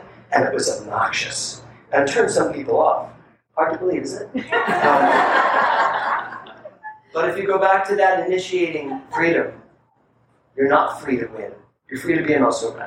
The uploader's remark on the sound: THE ORIGINAL SOURCE AUDIO IS NOT TO OUR USUAL STANDARDS.